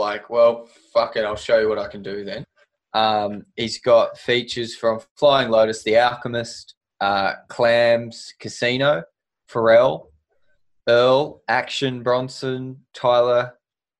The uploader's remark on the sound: Episode done via Zoom.